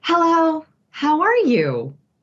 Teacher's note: So we say this hello with all of this vocal tightness.